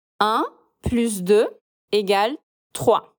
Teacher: A gente também tem uma outra situação que o S de plus é pronunciado. Quando a gente estiver se referindo à adição, à continha matemática mesmo, sempre falamos o S do plus.